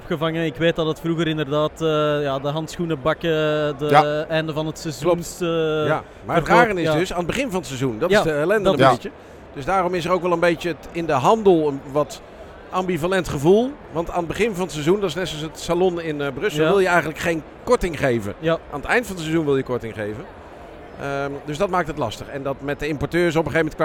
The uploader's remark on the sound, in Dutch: Werd tijdens de MotorBeurs Utrecht opgenomen op de stand van het TT-Circuit.